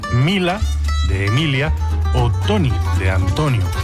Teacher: la conservación de la sílaba tónica, mientras que las que la preceden se pierden muchas veces